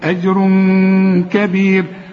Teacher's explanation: التنوين اللي بعده كاف، الكاف من حروف الايه، الاخفاء، عاوزين غنة